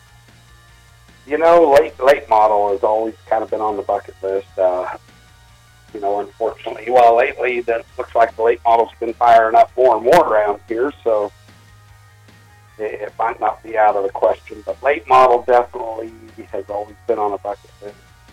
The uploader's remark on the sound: Over the phone.